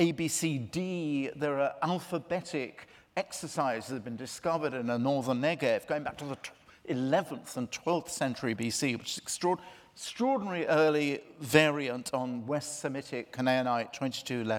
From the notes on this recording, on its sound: This event took place in New York as part of 92nd St Y’s ‘7 Days of Genius’ festival